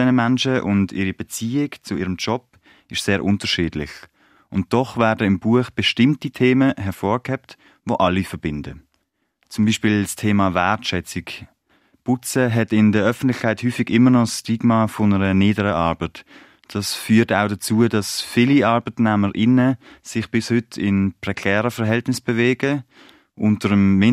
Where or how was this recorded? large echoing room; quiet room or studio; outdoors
quiet room or studio